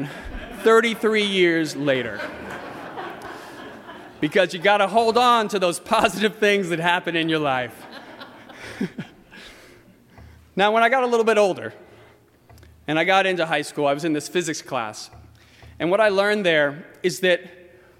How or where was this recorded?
large echoing room